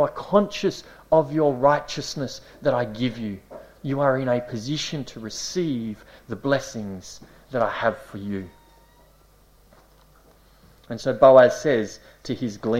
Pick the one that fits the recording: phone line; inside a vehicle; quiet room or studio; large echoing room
large echoing room